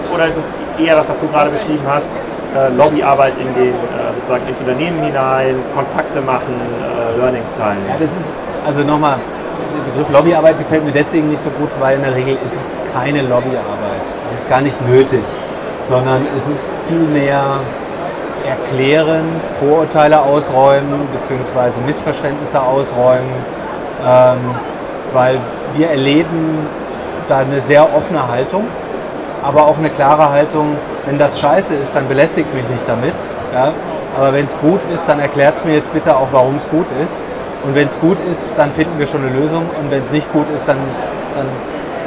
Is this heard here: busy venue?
yes